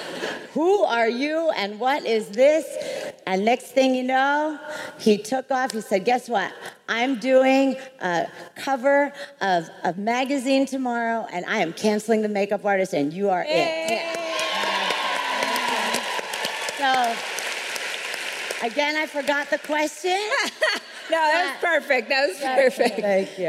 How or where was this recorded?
live audience